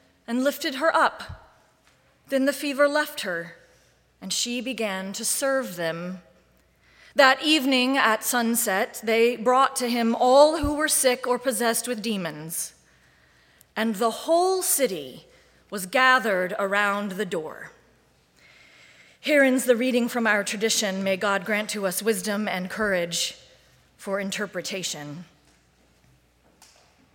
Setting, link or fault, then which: setting, large echoing room